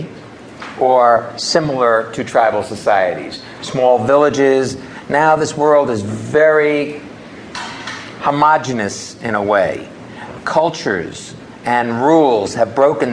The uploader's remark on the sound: At this special event, taped live in New York City